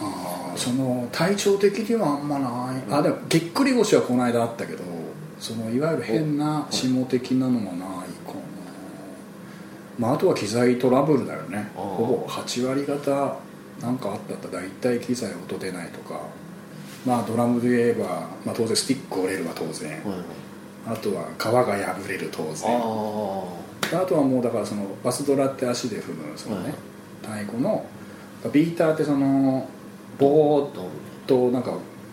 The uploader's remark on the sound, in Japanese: カラオケ店にて収録